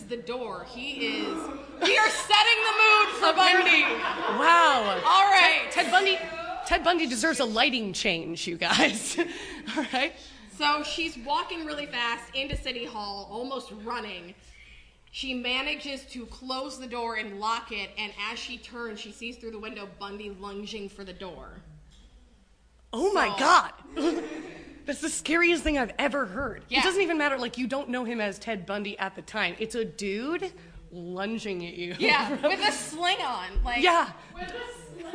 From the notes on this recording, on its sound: Live from the Women In Podcasting Festival. THAT'S RIGHT IT'S A LIVE EPISODE! We hope you will forgive the external noises, it was a small space with a very enthusiastic crowd.